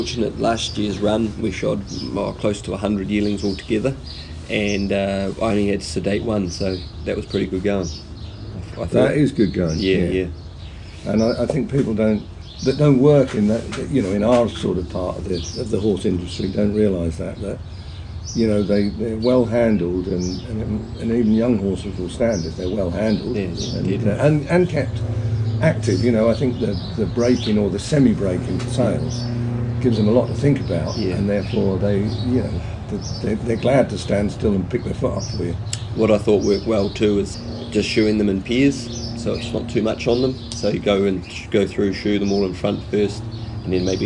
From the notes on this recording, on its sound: Cambridge, New Zealand. We sat outside with the birdsong.